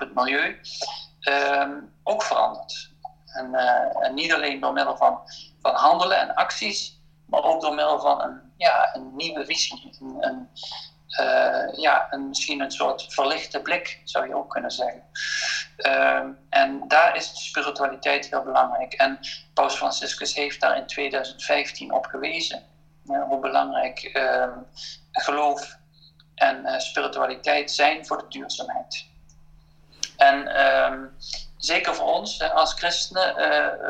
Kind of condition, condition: link, video call